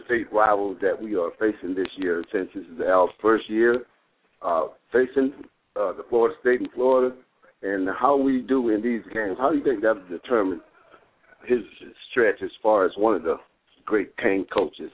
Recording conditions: phone line